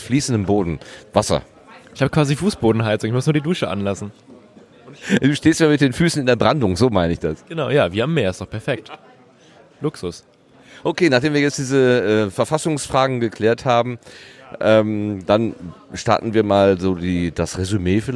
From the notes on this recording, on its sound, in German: RMN040 #33C3 Rundgang. Deswegen kommt die Aufnahme etwas weniger spritzig daher, als im letzten Jahr.